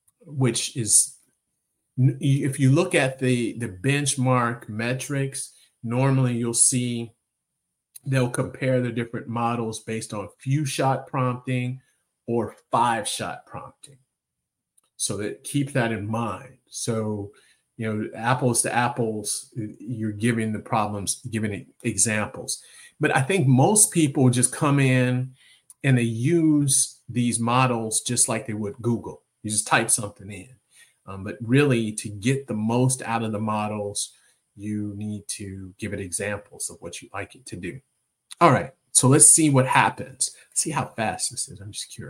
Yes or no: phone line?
no